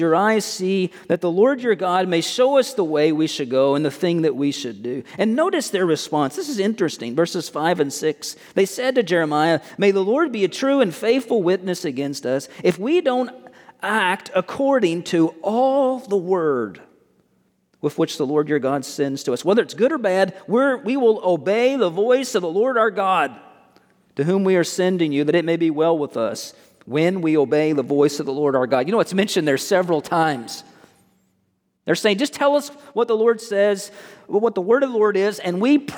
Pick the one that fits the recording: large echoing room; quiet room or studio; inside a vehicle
large echoing room